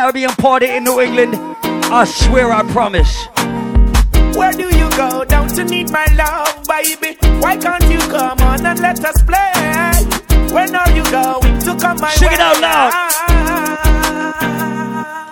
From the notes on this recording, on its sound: LIVE AT ISLAND SATURDAYS ON CHRISTMAS EVE. LIVE AUDIO.